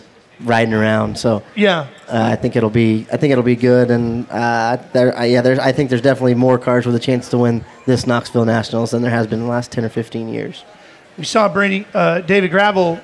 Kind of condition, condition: setting, live audience